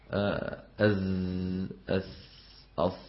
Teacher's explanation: يضع الإنسان طرف لسانه على أسفل الصفحة الداخلية للثنايا السفلى · Term: الصفير